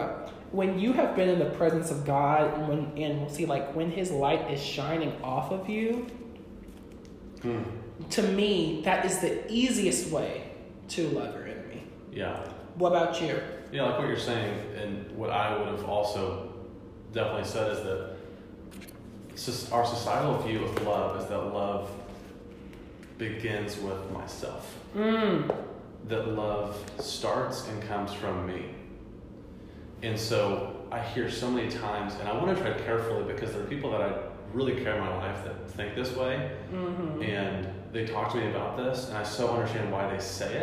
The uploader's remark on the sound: Sorry for the echo we are still figuring out podcast techniques.